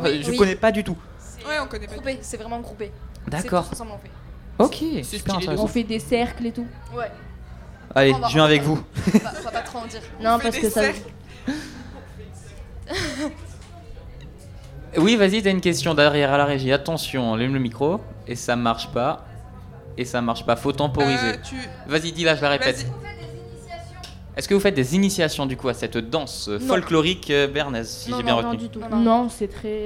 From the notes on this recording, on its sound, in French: Delta Fm est allée au Nouveau Festival à Cenon (33)